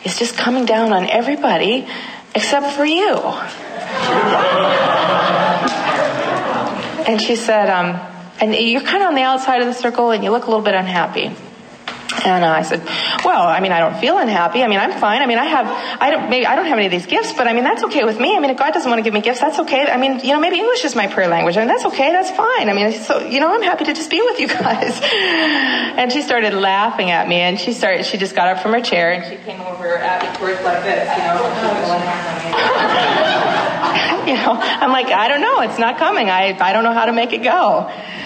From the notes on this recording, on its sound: at the Franciscan University Young Adult Conference in Washington D